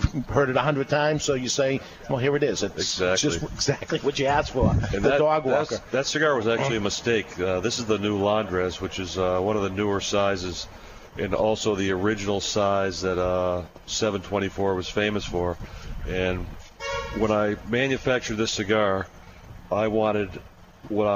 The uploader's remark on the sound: We're live at the New England Cigar Expo